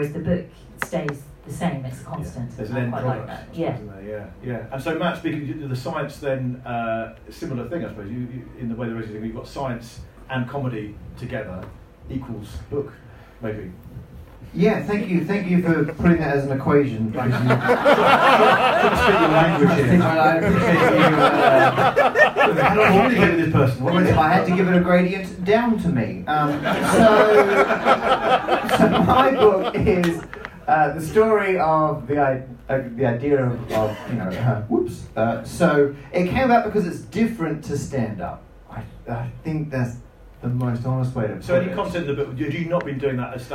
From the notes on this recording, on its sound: Recorded live at The Star Inn with Guildford Fringe. It's a new thrice-yearly hybrid comedy night meets book festival.